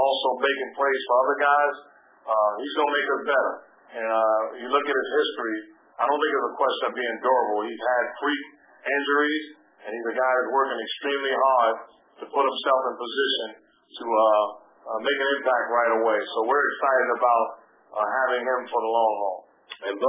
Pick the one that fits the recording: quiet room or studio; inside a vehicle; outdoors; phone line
phone line